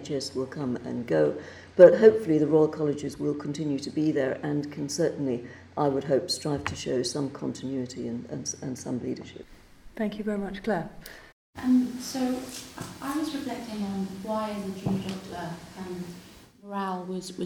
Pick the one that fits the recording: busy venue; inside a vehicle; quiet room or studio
busy venue